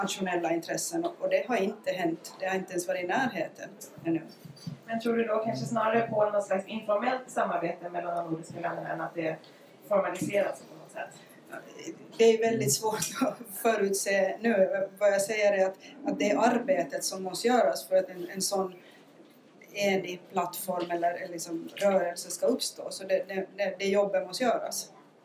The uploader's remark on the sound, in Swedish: UI i Almedalen. Vi ber om ursäkt för sämre ljudkvalitet då rätt teknik inte fanns tillgänglig. Seminariet anordnades i samarbete med Hanaholmen och Ålands landskapsregering.